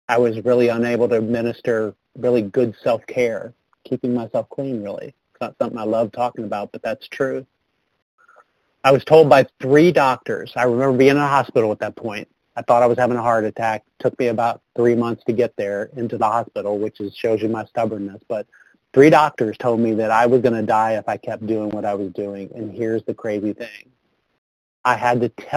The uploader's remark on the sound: 100 Pounders Phone Meeting